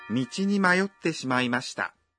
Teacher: Когда вы произносите «майотте», задержите на секунду дыхание после «майо».